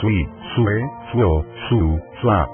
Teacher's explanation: se vocalizan con entonación de diptongo acentuado en la última vocal, la cual se prolongará largamente